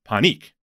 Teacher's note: And he told me it was Panik, where it's Pa, but the emphasis was on the neek, on the second part